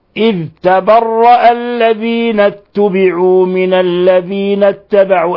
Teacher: لأن الذال ليست من حروف القلقلة، ليست من الحروف الخمسة. الدال تقلقل إذا سكنت، الذال إذا سكنت لا تقلقل. وأيضا احذر أن تدغم عند حفص الذال في التاء، لا تقل اتبرأ، ليس هذا، ليس هذه قراءة حفص.